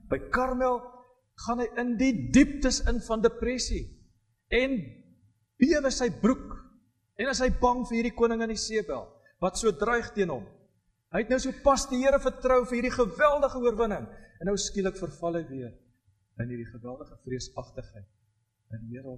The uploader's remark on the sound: Preek opname tydens erediens in Loughton